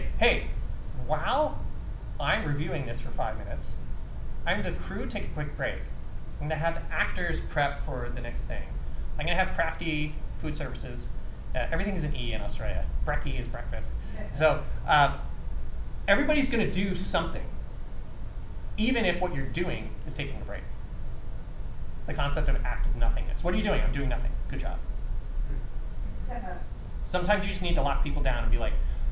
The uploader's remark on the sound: This two parter is a special presentation of the Content Creator Panel from the 2023 Miracle Makers International Film Festival in North Hollywood California.